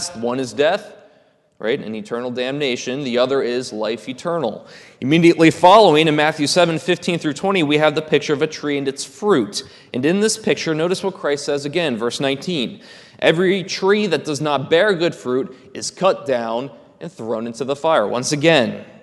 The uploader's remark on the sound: This is a sermon recorded at the Lebanon Bible Fellowship Church in Lebanon, PA during the evening worship service